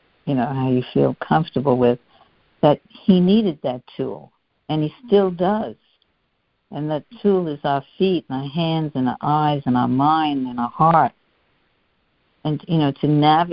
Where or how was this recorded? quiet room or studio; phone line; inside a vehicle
phone line